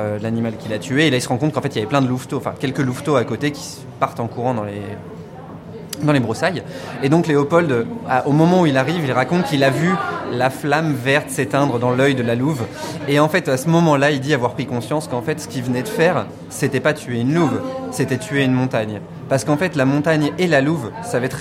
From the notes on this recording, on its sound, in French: nous sommes allés lever le coude à Rennes